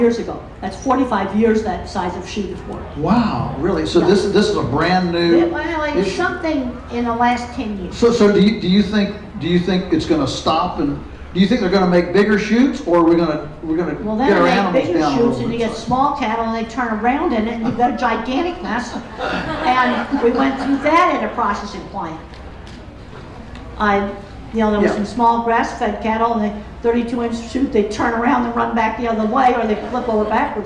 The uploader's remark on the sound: The interview was done at the Homestead Festival.